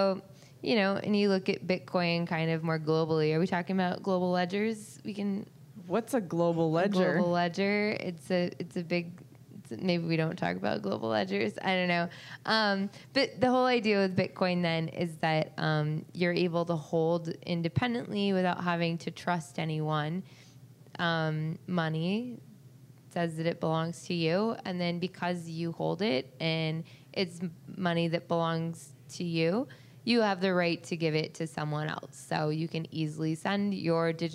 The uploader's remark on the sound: Live from Pubkey NYC!